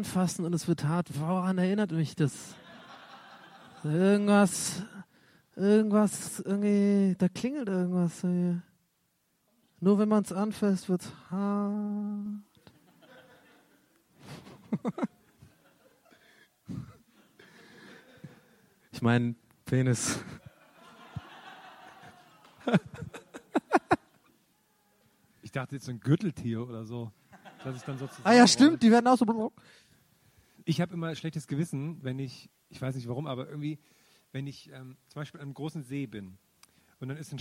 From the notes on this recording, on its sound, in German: Live #4 re:publica. Unsere Live-Session von der re:publica.